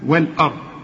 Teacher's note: هنرقق الواو واللام والهمزة